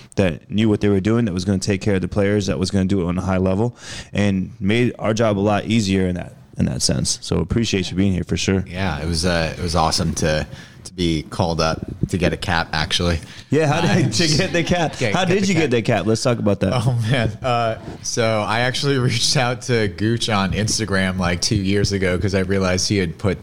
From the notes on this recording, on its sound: recorded at Onyx Elite's Winter Performance Camp